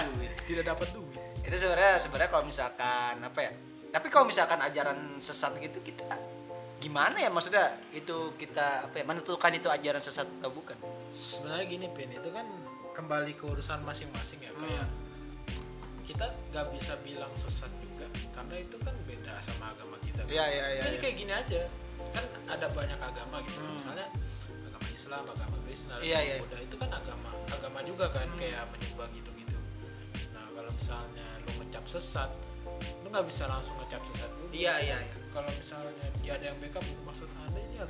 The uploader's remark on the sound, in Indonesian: Mohon maaf guys klo banyak suara, karena kita rekaman di atas kapal pesiar terus geludug (Bonus Suara Lumba-Lumba).